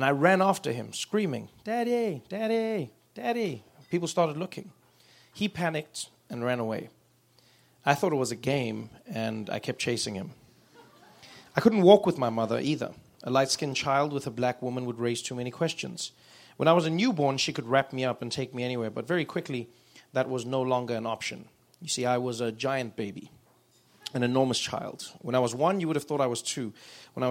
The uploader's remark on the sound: live at NeueHouse